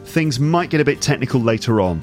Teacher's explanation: It sounds like all the words in the phrase run into each other and it just ends up sounding like one single word or even just a noise, okay? · Term: connected speech